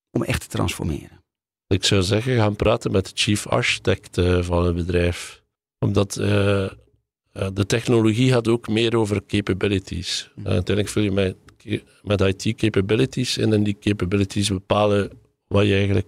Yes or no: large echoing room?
no